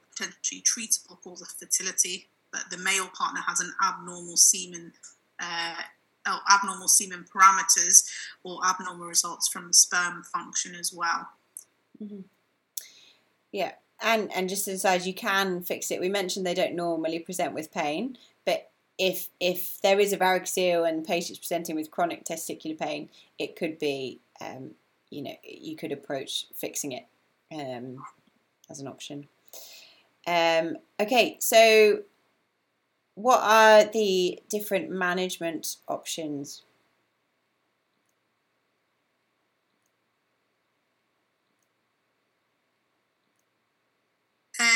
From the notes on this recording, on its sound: Sorry for the slight increased background noise in this episode.